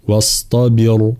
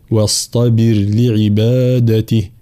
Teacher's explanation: را ساكنة مسبوقة بكسر أصلي، فإننا نرققها · Shown in: second take · فلا نقول واصطبر، لا واصطبر لعبادته هكذا.